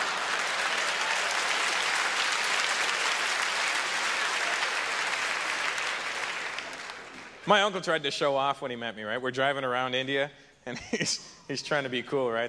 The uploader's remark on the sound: delivers an early career performance at the 1998 Just for Laughs Festival in Montreal